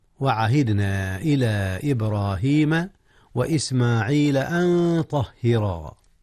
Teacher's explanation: إخفاء نون أن قبل الطاء، وهي من حروف الإخفاء